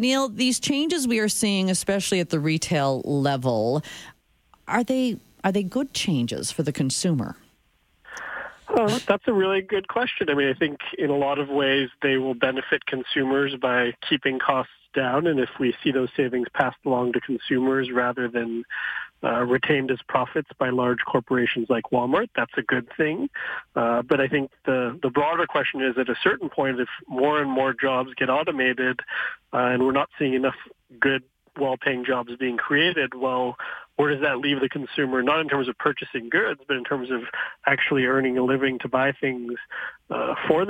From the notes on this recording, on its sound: Then the phone lines were opened to hear what you had to say.